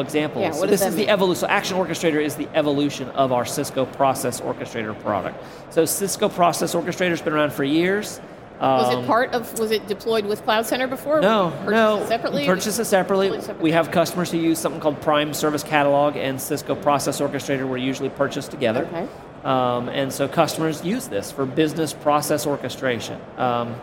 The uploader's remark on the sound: Recorded on the exhibitor floor of Cisco Live Barcelona